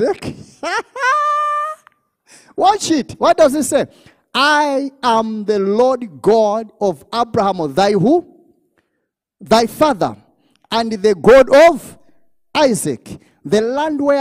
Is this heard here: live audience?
yes